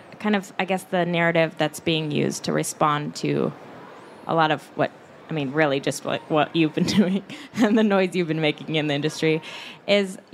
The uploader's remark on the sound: Climate Activism at SXSW. Recorded live on stage during the festival this March.